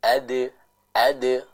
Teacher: pada huruf dal, ya. Jangan dibaca dengan tebal. Adu, bukan adu, tapi adu, adu, lembut.